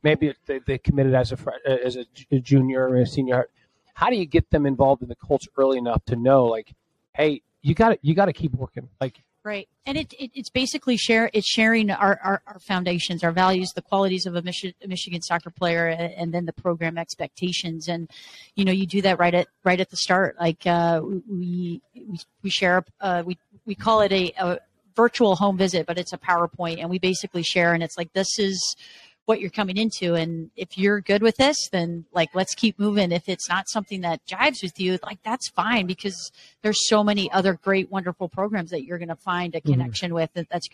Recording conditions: busy venue